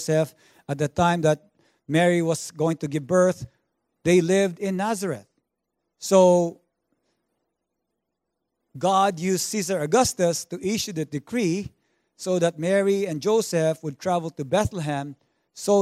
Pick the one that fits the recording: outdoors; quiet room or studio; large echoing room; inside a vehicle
large echoing room